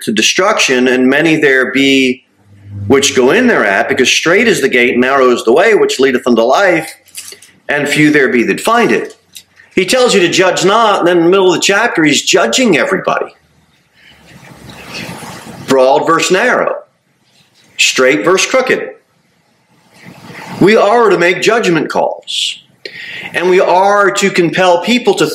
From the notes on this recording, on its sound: Sermon delivered at Pilgrim Baptist Church on Sunday, September 3, 2023, at 2-15 pm.